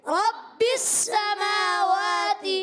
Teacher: میم پر کھڑا زبر واو پر کھڑا زبر دونوں کو ایک ایک الف کھینچنا ہے سین کی زبر نہیں کھینچنی تا کی زیر نہیں کھینچنی یاد